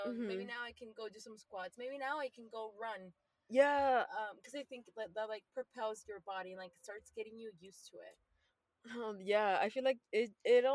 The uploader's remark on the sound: This chatty episode recorded from our car.